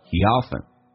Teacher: He 跟 often 元音跟元音之间还有连音